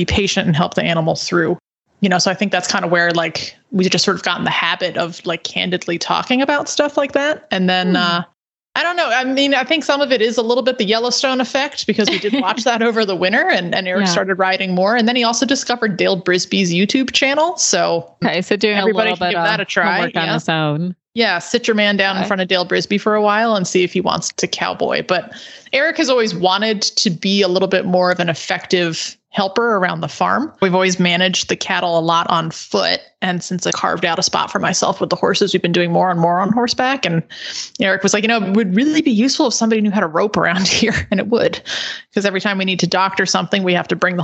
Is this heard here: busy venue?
no